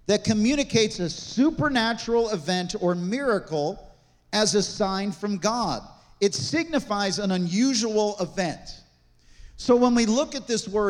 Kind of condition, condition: setting, large echoing room